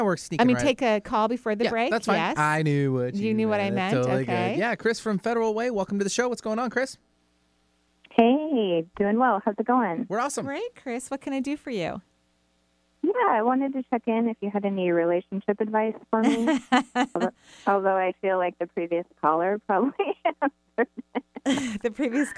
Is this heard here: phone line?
yes